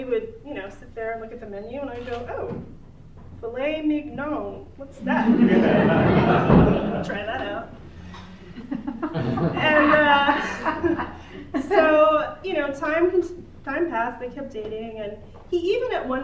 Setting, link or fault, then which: setting, live audience